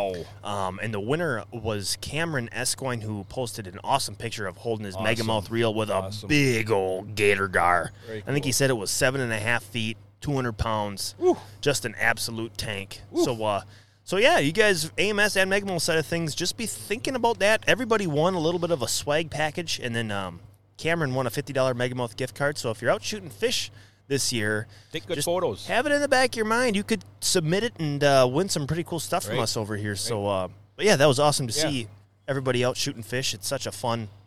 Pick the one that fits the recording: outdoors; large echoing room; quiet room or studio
outdoors